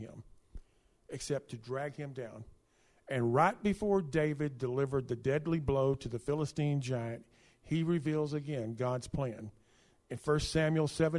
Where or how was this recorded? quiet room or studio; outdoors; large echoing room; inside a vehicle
large echoing room